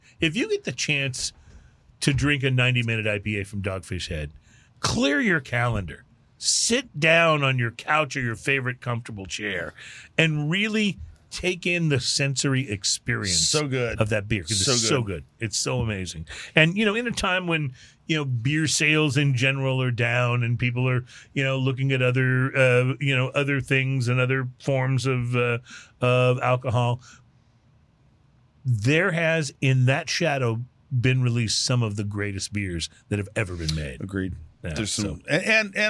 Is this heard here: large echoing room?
no